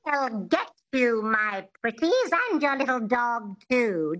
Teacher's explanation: a lot of people think the transatlantic accent is nasal, but it's not. It has this twang, which is the epiglottis, which is just behind the vocal cords in the throat.